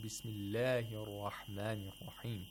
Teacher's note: the word Allah can also be pronounced with Tarqiq, yes. Such as in Bismillahir Rahmanir Rahim.